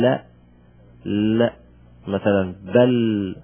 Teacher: لاحظ اللام يصعد إلى الحنك، ينحرف إلى الحنك، فسمي المنحرف.